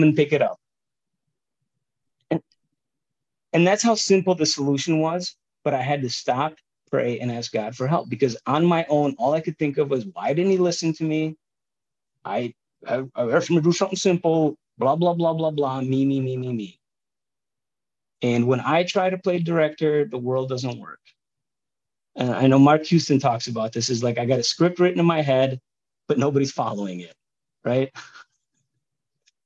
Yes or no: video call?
yes